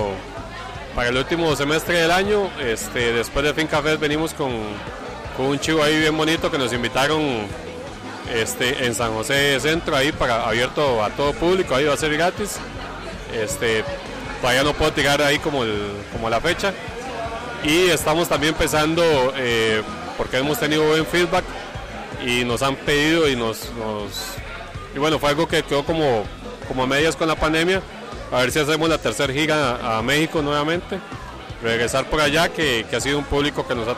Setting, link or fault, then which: setting, busy venue